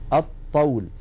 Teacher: فإذا يحولون لام التعريف إلى الحرف الذي جاء بعدها، مثلا هذا المثال الطول، يحولون اللام إلى طاء فيصير عندي طاءان، طاء ساكنة وطاء متحركة أي متماثلان، والأول ساكن فيدغمون الطاء الأولى في الثانية فيقولون الطول. · Term: إدغام